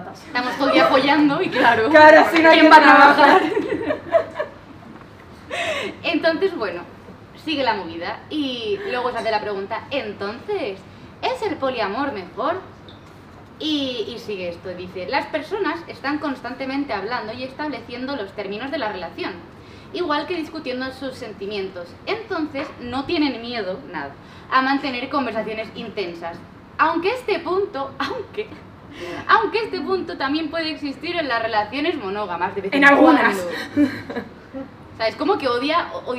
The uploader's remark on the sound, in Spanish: En directo para vosotras. Esperemos que lo disfrutéis tanto como lo hemos hecho nosotras encima del escenario.